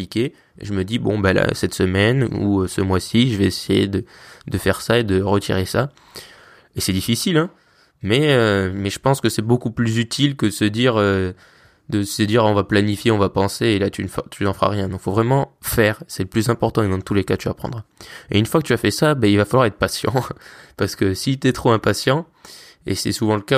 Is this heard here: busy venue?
no